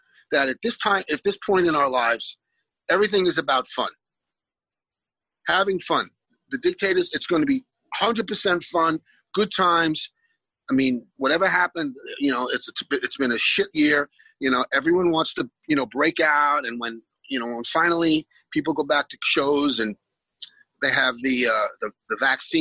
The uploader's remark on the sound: is waiting for us at the other end of the zoom line